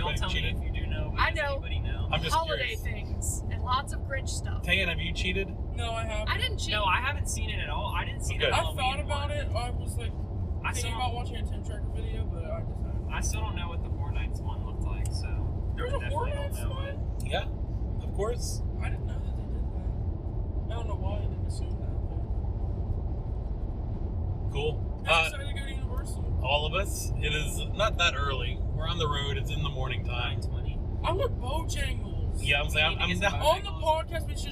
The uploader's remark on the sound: Recorded live from our car. NOTE: The audio for this recording did not work out as planned so please excuse the poor quality.